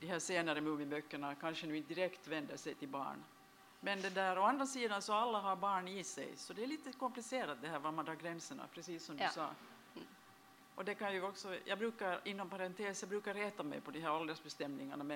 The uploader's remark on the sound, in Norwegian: noe lav lyd.